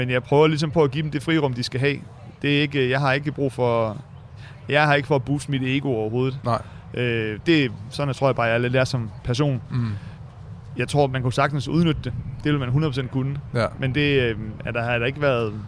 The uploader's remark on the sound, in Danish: 27 juni på Roskilde Festival